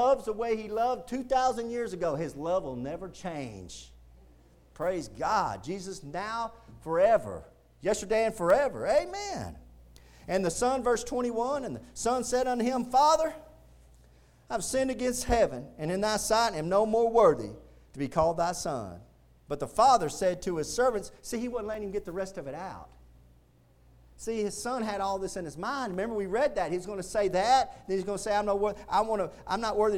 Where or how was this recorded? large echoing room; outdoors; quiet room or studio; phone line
large echoing room